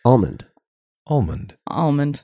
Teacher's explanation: You're like half hitting it. It's a very soft L.